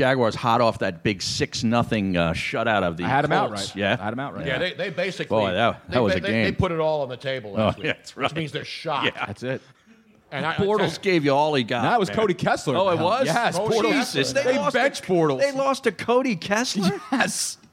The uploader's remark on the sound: Broadcast live from Atlanta for Super Bowl 53. Radio Row.